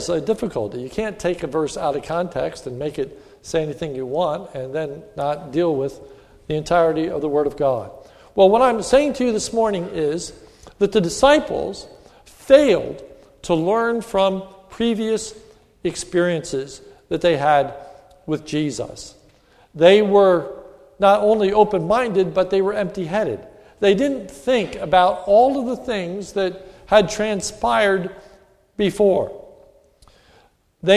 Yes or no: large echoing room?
yes